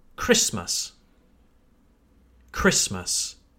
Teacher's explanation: Do you hear how the T in Christmas is silent?